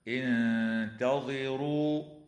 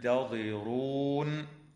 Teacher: وتخفى النون الساكنة مع الغنة مرققة في كلمة انتظروا